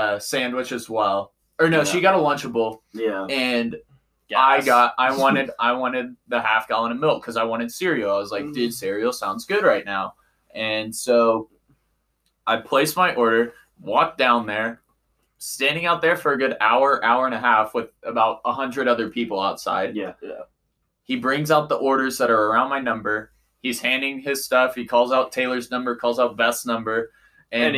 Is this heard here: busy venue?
no